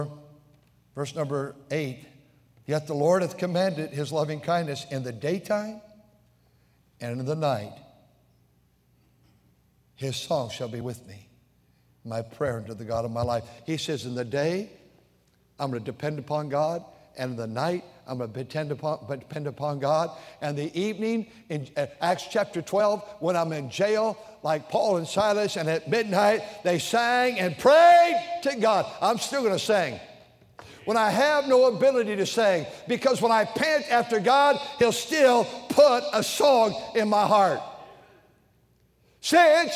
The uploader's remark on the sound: during the Sunday Evening service on June 25, 2023, at North Valley Baptist Church in Santa Clara, California